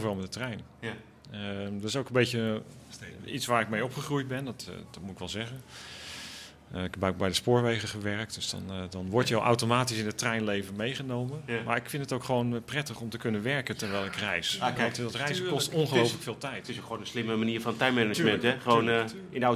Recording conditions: busy venue